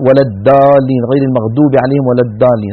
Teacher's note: بعض العاميات المعاصرة تجعل الضاد دالا أو قريبة من الدال، تقول ولا الدالين غير المغضوب عليهم ولا الدالين، هذا لا يصح.